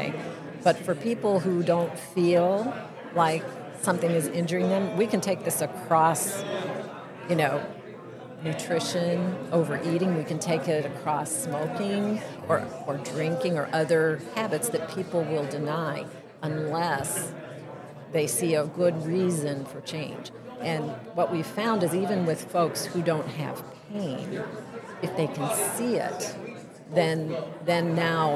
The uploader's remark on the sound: I had a great chat at the KY safety conference.